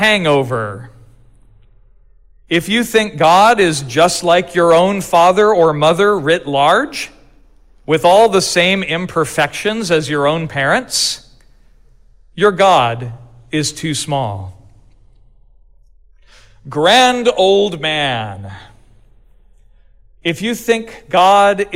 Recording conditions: large echoing room